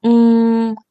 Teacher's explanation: 在发“嗯”的时候就会发现，诶，你的鼻子有一种痒痒的感觉，震动的感觉 · 鼻子用力，肚子也要用力，发出小蜜蜂的嗯，然后这个时候他的嘴巴可以完全不用有任何动作 · Term: 鼻音